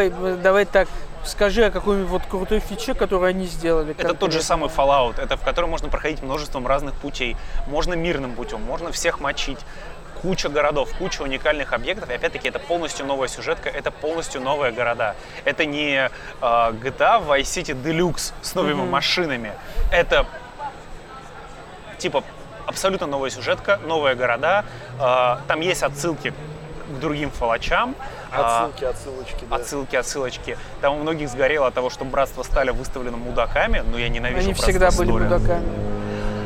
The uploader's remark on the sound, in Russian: Этот выпуск, как в старые-добрые времена записан в баре. Точнее на веранде.